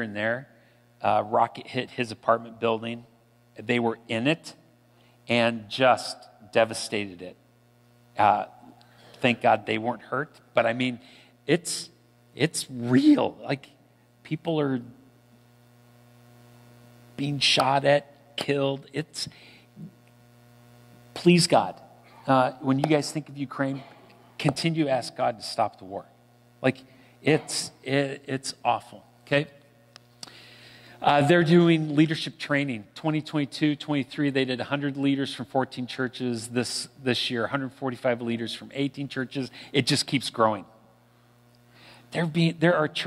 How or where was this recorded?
large echoing room